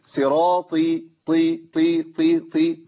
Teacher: احقق الكسر لكن دون مبالغه في التفخيم ولا ابدلها بتاء واطلع نفس فيها · Term: الطاء المكسوره